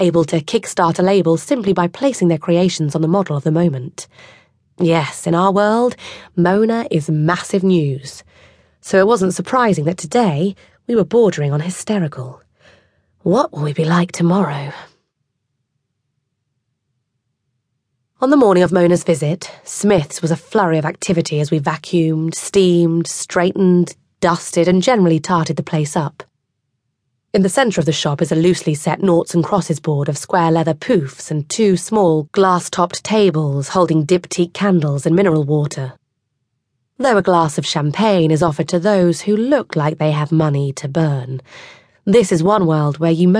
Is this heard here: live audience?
no